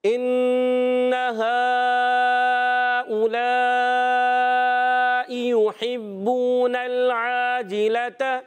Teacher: ان نونو شدد ہے نا، ذرا رک کر ادا کرنا ہوتا ہے، غنہ ایک الف کا کرنا ہے